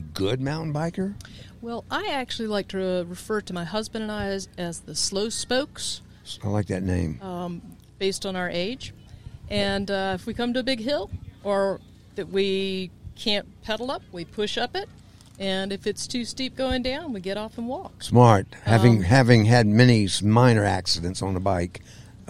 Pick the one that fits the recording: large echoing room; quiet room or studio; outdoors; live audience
outdoors